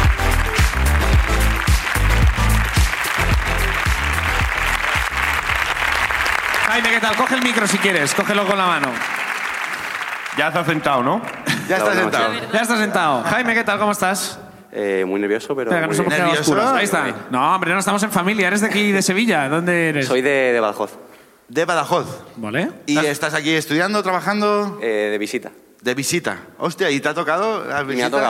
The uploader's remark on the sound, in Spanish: El público de Sevilla también nos cuentan sus ruinas